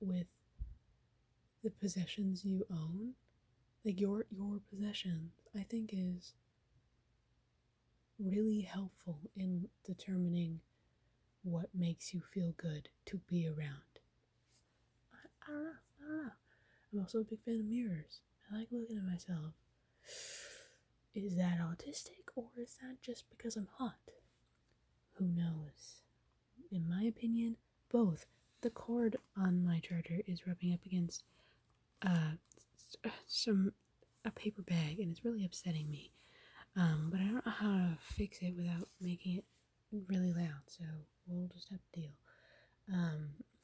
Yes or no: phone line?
no